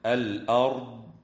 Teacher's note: وتفخم الراء وصلا ووقفا في كلمة الأرض لسكونها بعد فتحة